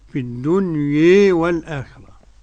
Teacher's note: وقرأ حمزة والكسائي خلف العاشر بالإمالة الكبرى